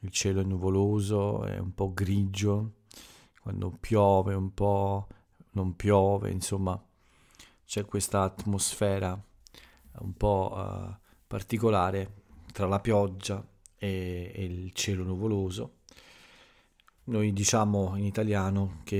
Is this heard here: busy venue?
no